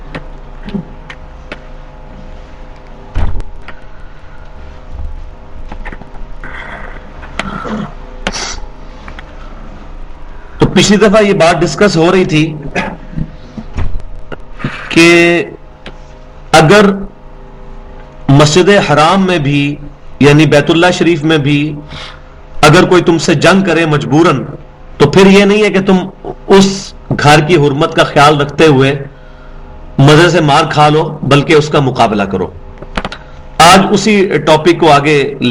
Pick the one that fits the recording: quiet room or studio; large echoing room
large echoing room